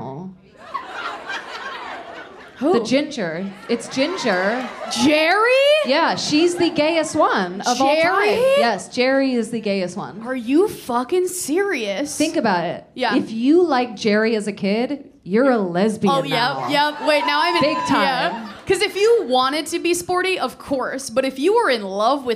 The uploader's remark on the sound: LIVE IN BOSTON